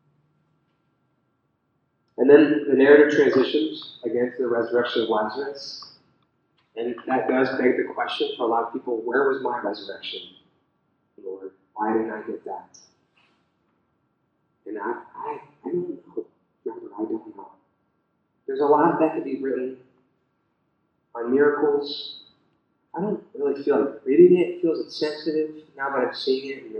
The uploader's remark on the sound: The audio is a bit spotty.